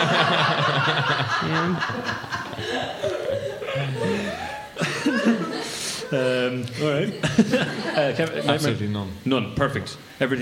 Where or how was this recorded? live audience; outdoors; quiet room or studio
live audience